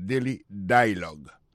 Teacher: accent tombé sous premier syllabe là